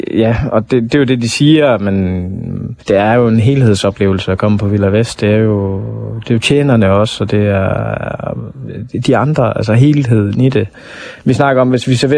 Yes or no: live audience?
no